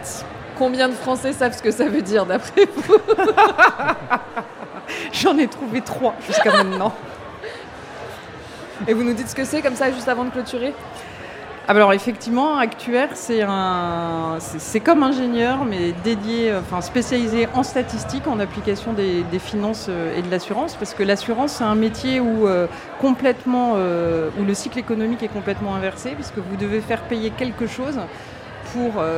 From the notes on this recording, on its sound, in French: Enregistré en direct de la Friche La Belle de Mai à Marseille. Pour la 1re édition du So good Festival. Ce sont pas moins de 5 invitées qui se succédent au micro.